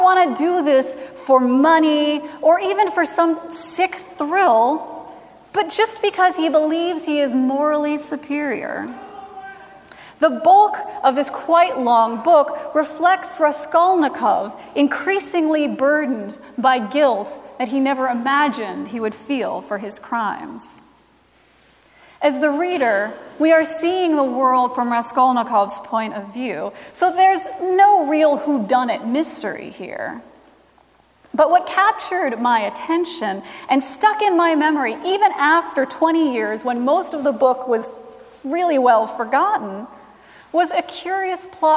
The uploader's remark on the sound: At Trinity Presbyterian Church in Bibxy, Okla.